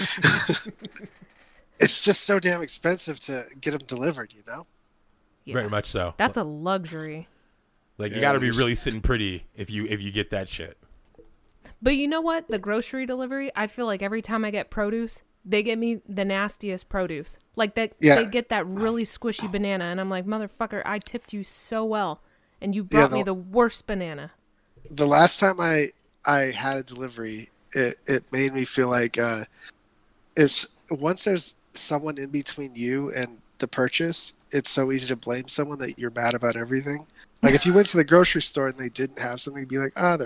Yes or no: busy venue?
no